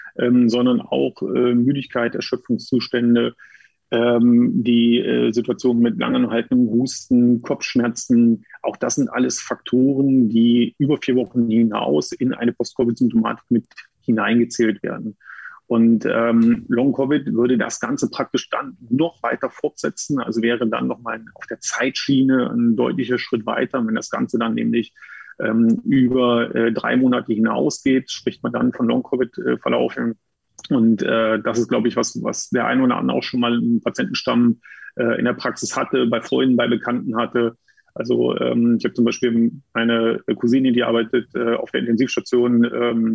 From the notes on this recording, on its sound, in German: die Aufzeichnung dann doch per Zoom stattfand